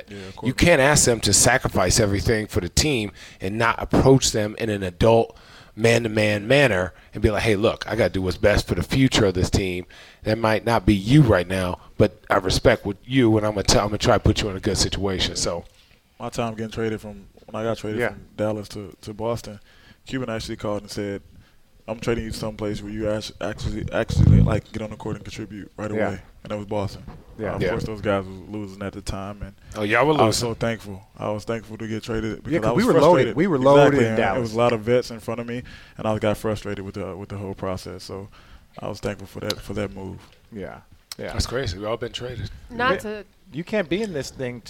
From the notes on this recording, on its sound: this special recording w/ Homage at their location